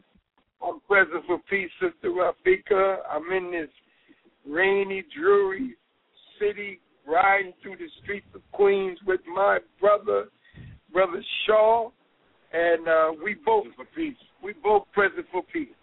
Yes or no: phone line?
yes